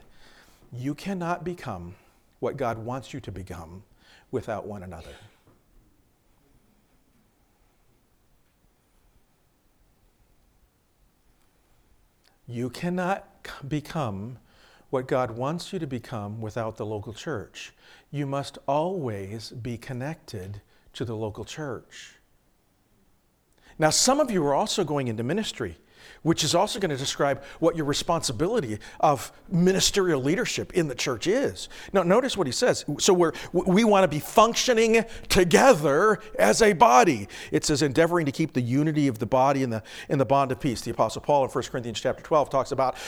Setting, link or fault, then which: setting, large echoing room